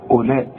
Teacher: أولئك كأن الواو غير موجودة